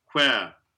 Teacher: It's the unvoiced version of the W, basically.